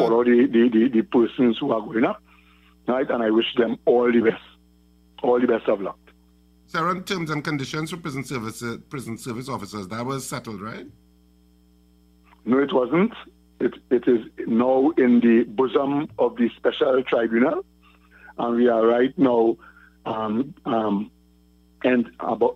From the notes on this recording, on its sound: During this hour we take calls from our audience